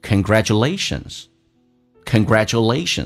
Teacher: 在实际的口语化当中啊，近似于发短促的 S,要比实际的 S 要短促一点